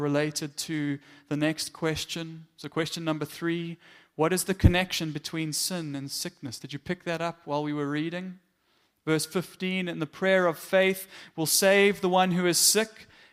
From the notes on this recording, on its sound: Morning Worship Service - 18 September 2022